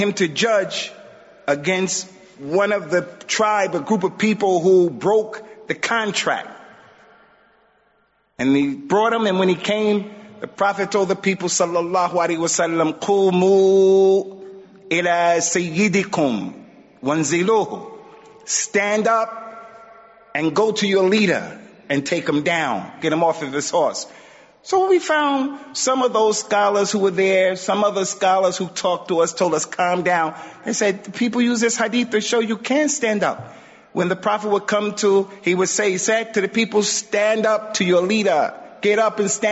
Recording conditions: large echoing room